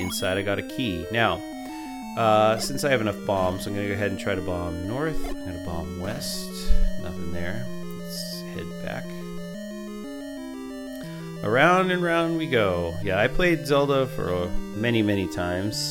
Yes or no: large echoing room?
no